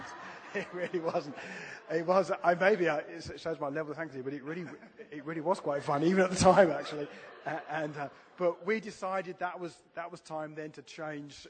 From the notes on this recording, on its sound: This is a recording of our special "Pentecost 100" celebration in January. The service concludes, perhaps appropriately, with worship and the live manifestation of spiritual gifts.